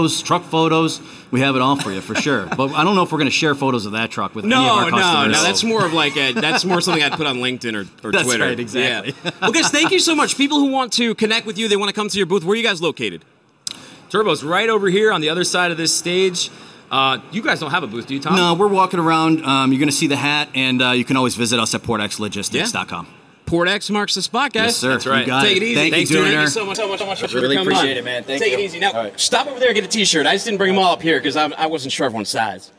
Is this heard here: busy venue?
yes